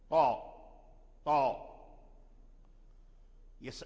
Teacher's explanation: إذن لابد أن تركز على مخرج اللام أولا عند حافة أدنى حافة اللسان، ثم لسانك ينتقل بسرعة إلى أصول الثنايا لتخرج حرف الطاء، ثم تصعد بالصوت إلى أعلى الحنك فوق، لأن من صفات الطاء الاستعلاء